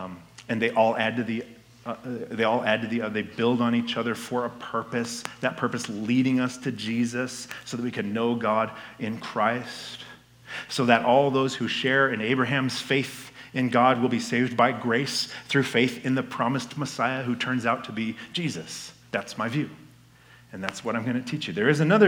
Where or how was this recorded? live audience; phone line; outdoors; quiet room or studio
live audience